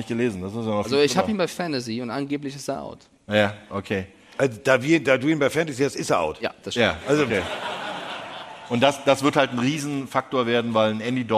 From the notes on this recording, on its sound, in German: Machen die Weihnachtsfolge Live aus Stuttgart! Volles Haus und wie auch schon in den Städten zuvor eine grossartige Stimmung.